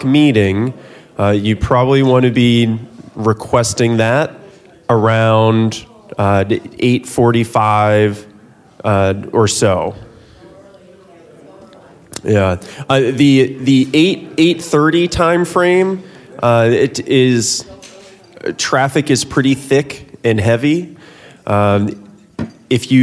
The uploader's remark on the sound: 2023 DC Leadership Conference Luncheon Speakers.